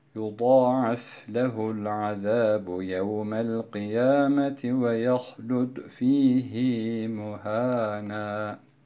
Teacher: buradaki zamir de uzatılmaması gerektiği halde uzatılarak okunuyor. Böylelikle manaya vurgu yapılmış oluyor.